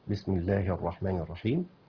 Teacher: لو وصلنا كده البسملة لبعض، طبعا همزات الوصل مش هنقولها، هنشيل ثلاث همزات الوصل